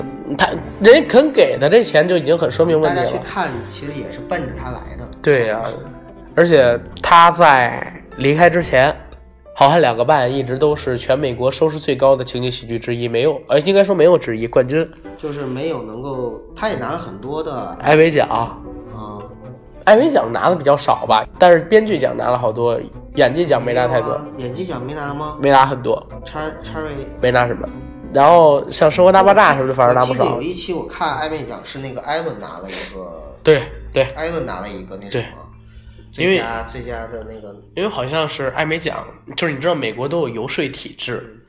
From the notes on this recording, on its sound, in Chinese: 录制中主播因病出现多次咳嗽等杂音